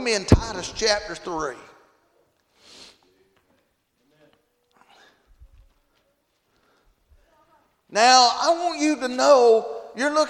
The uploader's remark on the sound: Friday Evening service at Calvary Baptist